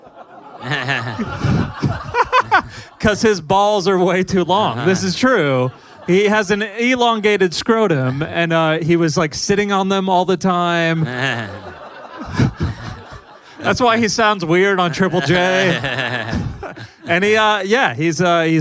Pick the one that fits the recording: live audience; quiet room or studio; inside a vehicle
live audience